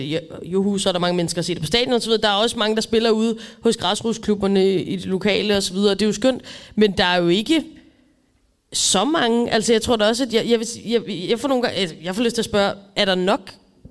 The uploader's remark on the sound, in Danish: Live fra Deadline Day. Der er optaget live foran et veloplagt publikum til Kvart i bolds Deadline Day-arrangement.